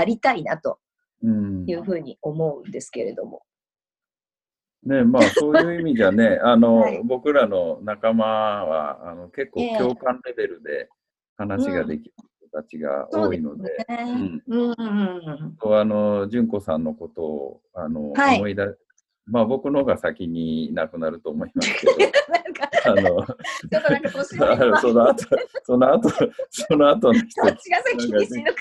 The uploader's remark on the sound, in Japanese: 今回もZOOM収録でお届けです。